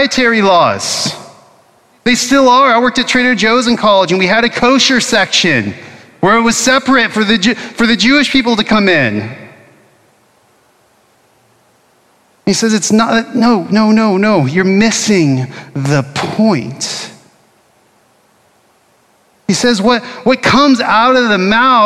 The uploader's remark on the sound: Originally preached at Bethany Lutheran Church in Austin, Texas on Ash Wednesday of 2024.